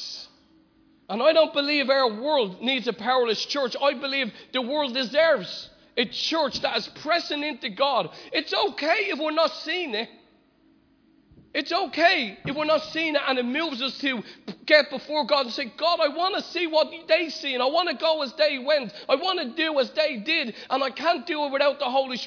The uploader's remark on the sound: Recorded live at Liberty Church on 23rd February 2020